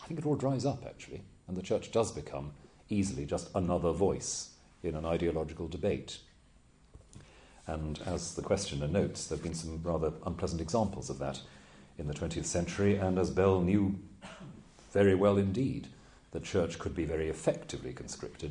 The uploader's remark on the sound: Took place in October 2008 at the University of Chichester Bishop Otter Campus. Below is a recording of the Q&A session after the lecture.